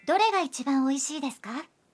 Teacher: Tambahkan desu ka di akhir kalimat dengan menaikkan intonasinya agar menjadi sebuah pertanyaan.